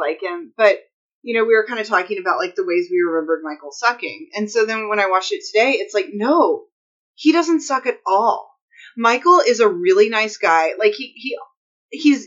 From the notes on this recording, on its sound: The audio on this one isn't great